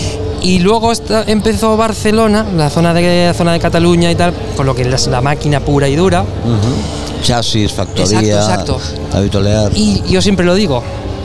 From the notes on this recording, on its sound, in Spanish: Extraído de la retransmisión en directo de la primera edición de Gramola , la feria de la música aragonesa. Séptimo podcast extraído de la retransmisión en directo de la primera edición de Gramola , la feria de la música aragonesa.